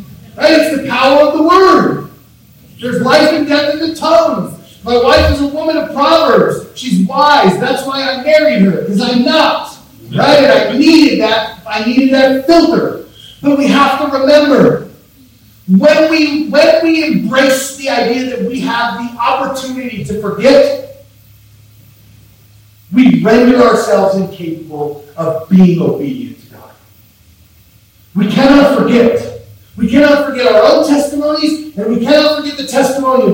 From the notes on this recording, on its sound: Please Forgive Us We Had Some Audio Malfunctions, The Audio Is Rough!!!